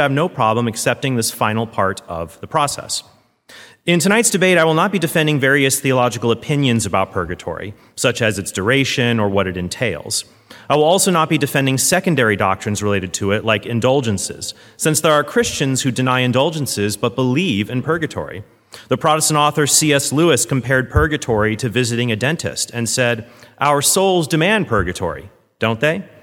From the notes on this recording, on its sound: did two, back to back debates at First Lutheran Church in Houston